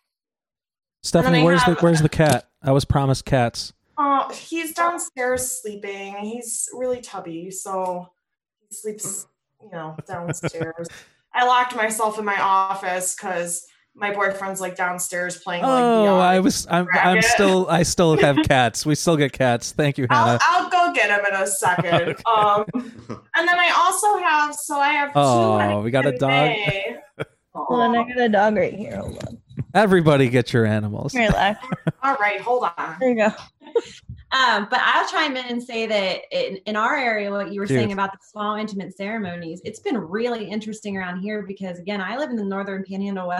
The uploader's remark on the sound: Join the half of us that made it into our Zoom meeting shenanigans.